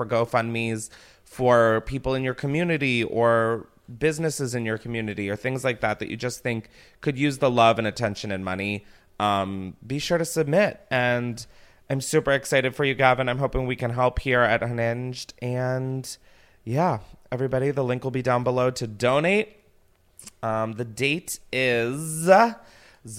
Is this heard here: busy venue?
no